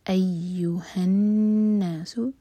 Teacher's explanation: نون پشدہ ہے تو نون کو ہم ہولڈ کریں گے یعنی کہ غنہ کریں گے، آگے سین کو تا سے کنیکٹ کریں گے.